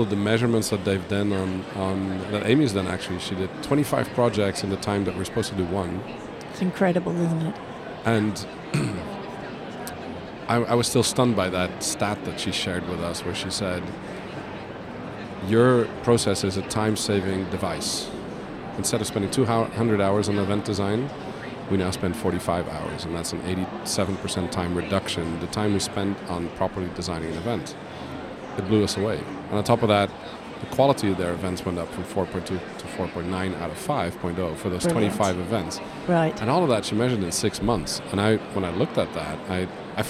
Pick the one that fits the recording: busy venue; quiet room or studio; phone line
busy venue